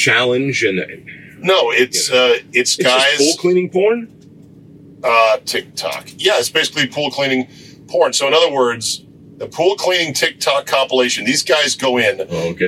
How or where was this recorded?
inside a vehicle